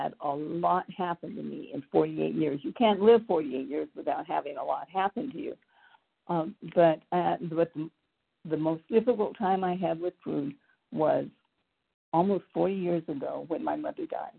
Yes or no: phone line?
yes